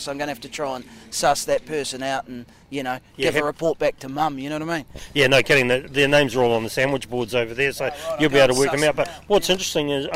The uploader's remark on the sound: Live at Fieldays